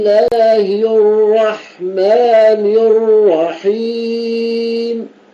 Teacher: فخم الراءات أيضا في الرحمن الرحيم